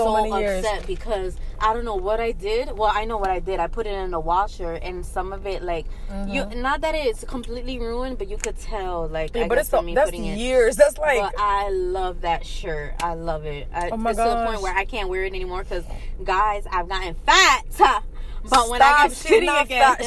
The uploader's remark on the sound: On this episode we are in the car with it.